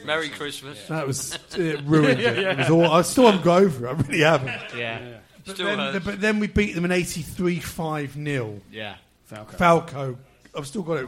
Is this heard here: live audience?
yes